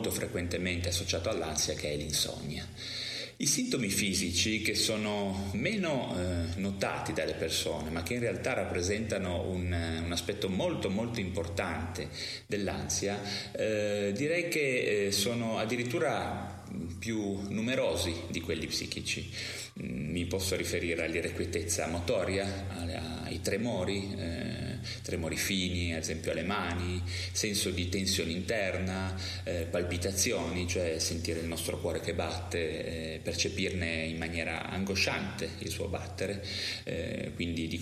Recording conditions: echo